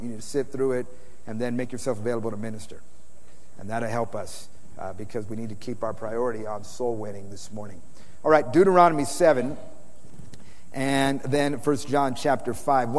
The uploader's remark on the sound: Preached in San Antonio TX OCTOBER 2006